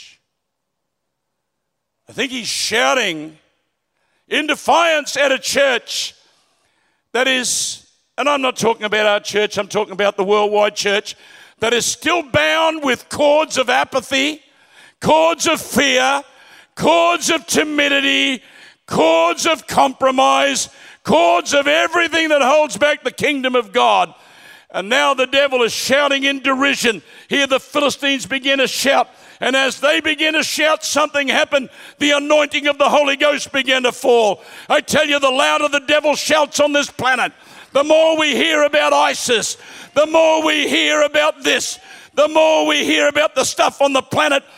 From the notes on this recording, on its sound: Recorded at Planetshakers Church (Melbourne)